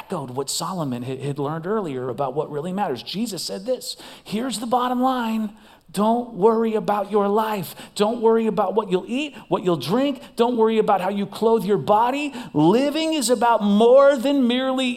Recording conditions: large echoing room